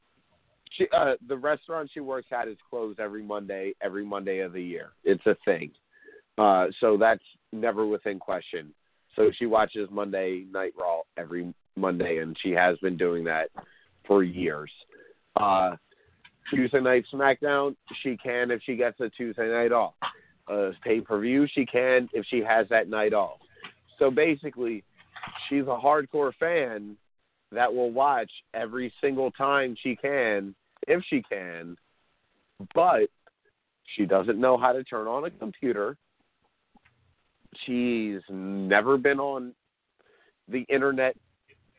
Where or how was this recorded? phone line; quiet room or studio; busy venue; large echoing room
phone line